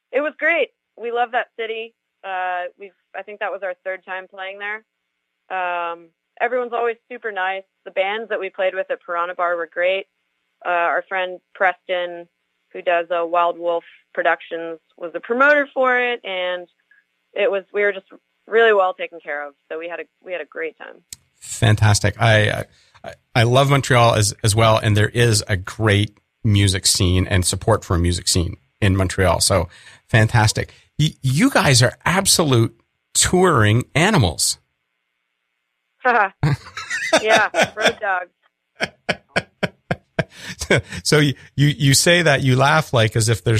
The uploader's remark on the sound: I was only able to do a brief phone interview with the band as they were on their way back from a gig in Montreal, PQ.